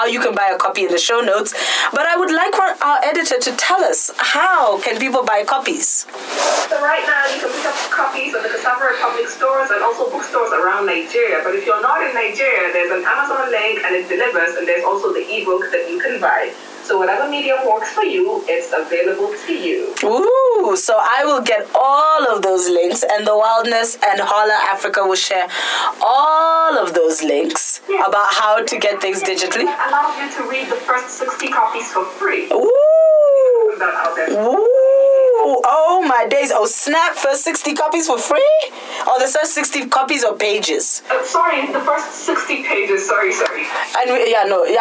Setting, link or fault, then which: fault, poor sound quality